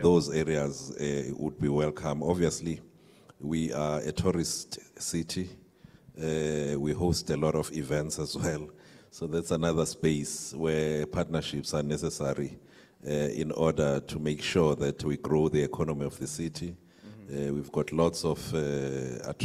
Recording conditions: busy venue